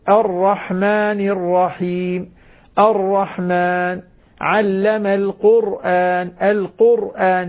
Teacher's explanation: الذي يميز فيه بين الحرفين هو أن الراء مكررة واللام ليست مكررة